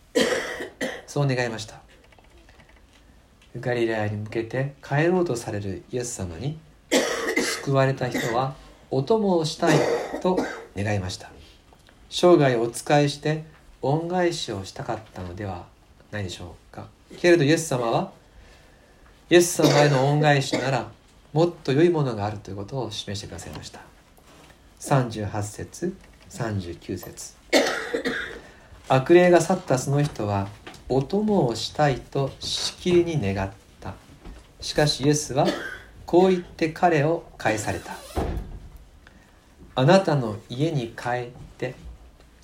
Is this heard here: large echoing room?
yes